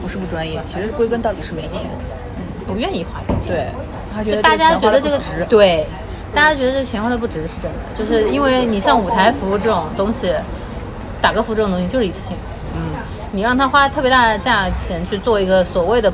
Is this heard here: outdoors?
yes